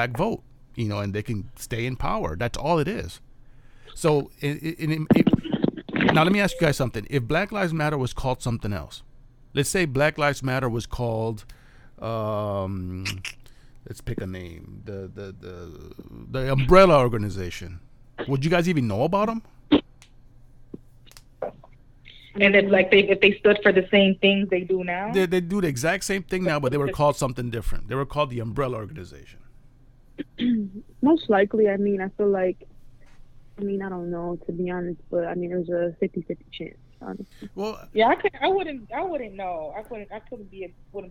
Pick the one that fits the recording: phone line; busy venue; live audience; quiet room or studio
phone line